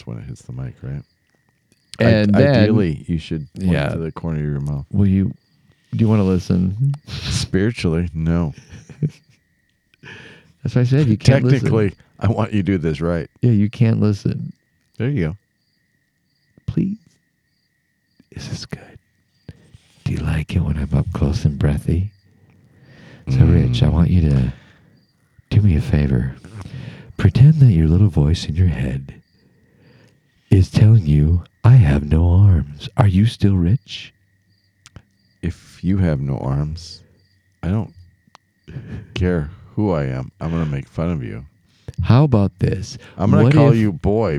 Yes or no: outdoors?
yes